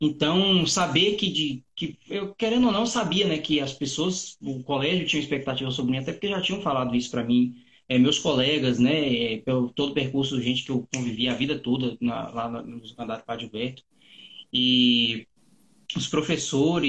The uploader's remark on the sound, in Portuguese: Rolou uma mega live no meu instagram